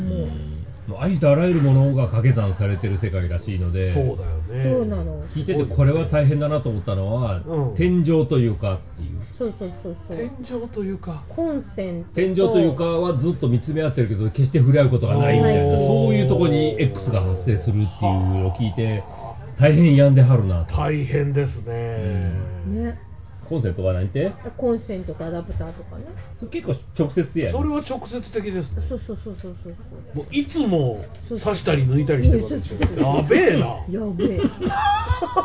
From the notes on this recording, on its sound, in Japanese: 超久しぶりに外で食事しながらの収録でした。美味しい中華とゲストも一緒に良い年初を過ごせました。